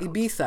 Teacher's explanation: the Spaniards in Spain pronounce that Z as a TH · So technically, it's a soft, unvoiced TH sound. Ibiza. You sort of swallow the th.